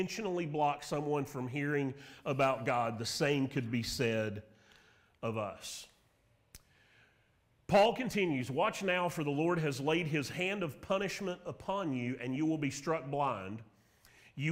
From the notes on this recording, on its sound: Sermon Audio from Mission Church in Locust, NC.